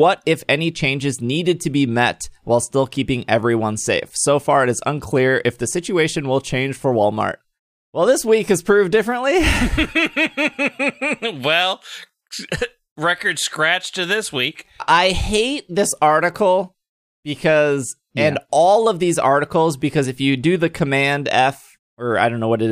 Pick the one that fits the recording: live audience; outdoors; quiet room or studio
quiet room or studio